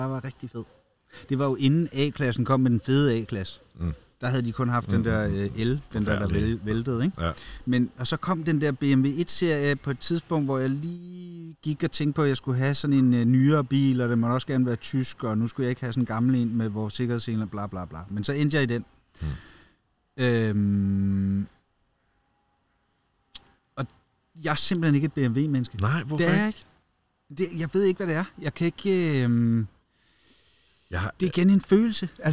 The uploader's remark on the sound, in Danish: optaget i …s have sommeren '23